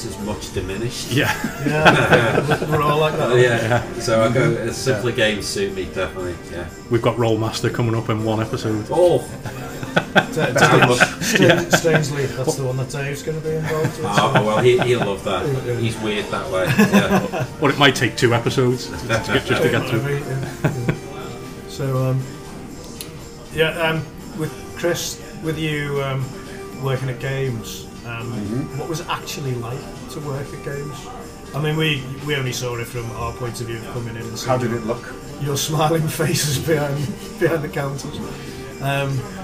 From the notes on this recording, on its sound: Recorded 'live' from the Geek Retreat Games store in Liverpool city centre.